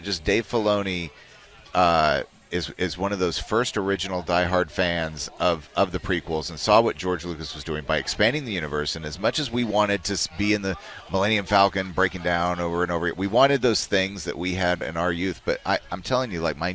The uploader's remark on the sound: out on location at the 2023 Cooper-Young Festival